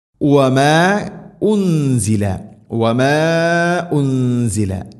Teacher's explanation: മദ്ദിൻ്റെ അക്ഷരമായ അലിഫിനു ശേഷം ഹംസ അടുത്ത പദത്തിലാണ്, നാലോ അഞ്ചോ ഹർക്കത്തിൻ്റെ ഖദറിൽ നീട്ടാവുന്ന മദ് · Term: മദ് മുൻഫസിൽ